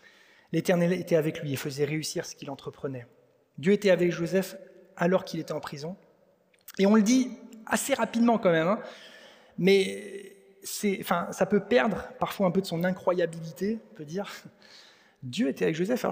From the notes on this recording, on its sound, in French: Enregistré à l'église CVV